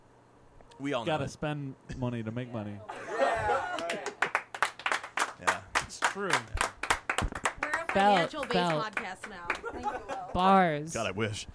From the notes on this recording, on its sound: from a LIVE recording